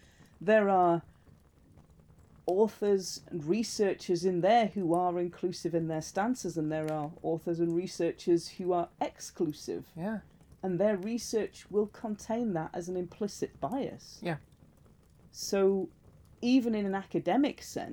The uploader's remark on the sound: Background fire ambience